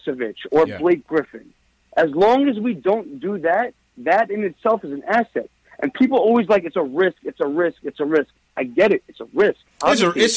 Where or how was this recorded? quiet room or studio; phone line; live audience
phone line